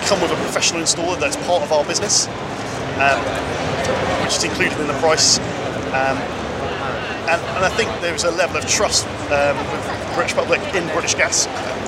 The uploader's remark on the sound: In the third of my smart home interviews from Gadget Show Live.